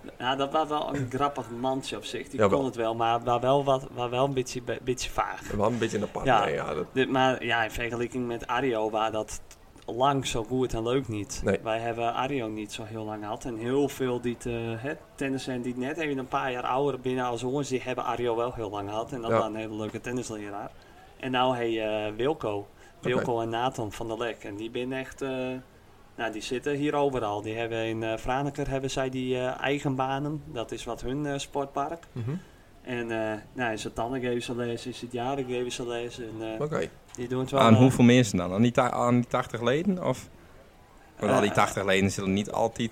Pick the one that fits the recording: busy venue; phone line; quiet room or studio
busy venue